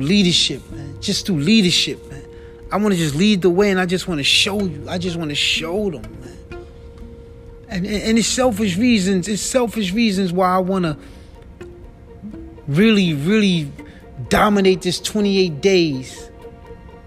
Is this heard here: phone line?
no